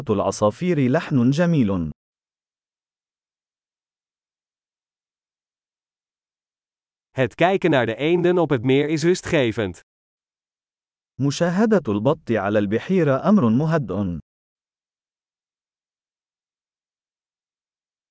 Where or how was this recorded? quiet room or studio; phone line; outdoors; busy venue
outdoors